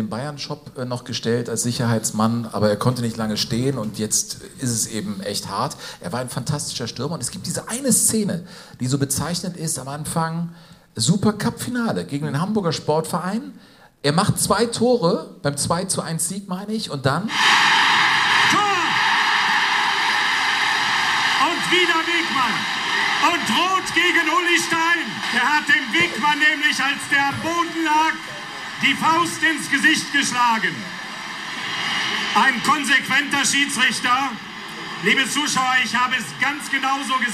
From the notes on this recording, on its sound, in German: Jogo Bonito live in Moers. Live-Show aus dem Bollwerk in Moers.